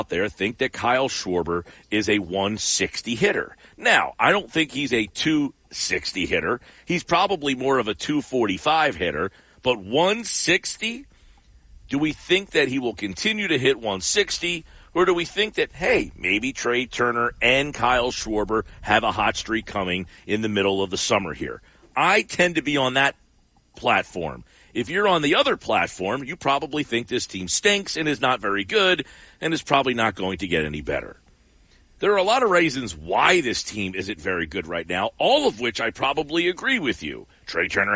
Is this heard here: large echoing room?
no